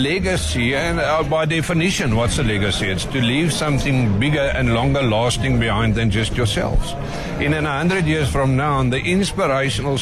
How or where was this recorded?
busy venue